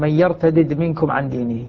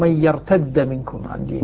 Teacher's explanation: فك الإدغام بدالين، مثلا صار عندي قراءتها بدالين · Shown in: first take